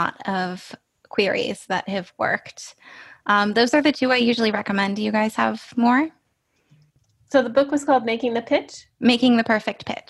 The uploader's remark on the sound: This was our very first Zoom event, our first live podcast recording with guests in the room with us. We were thrilled to welcome more than 100 of you.